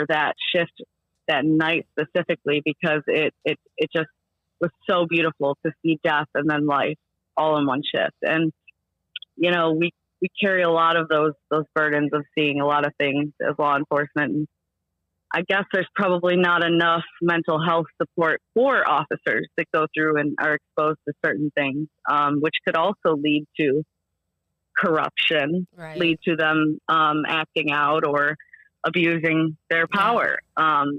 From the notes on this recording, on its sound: on the phone to answer your questions